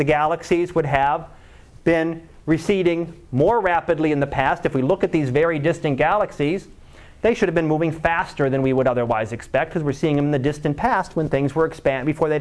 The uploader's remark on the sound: Live Class Lecture